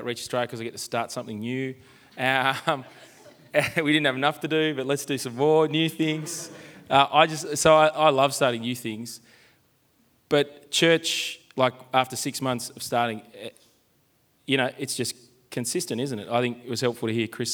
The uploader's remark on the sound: Live from Multiply and Reach Australia